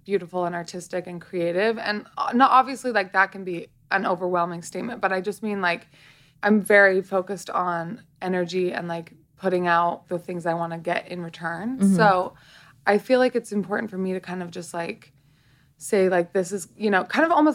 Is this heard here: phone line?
no